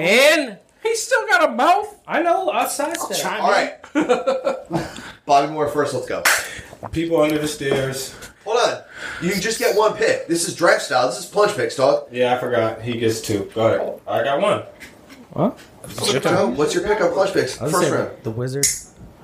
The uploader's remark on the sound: Finally arrive at The Compound in Asbury Park, New Jersey. Recorded in the kitchen of the compound, the sound quality isn’t the greatest.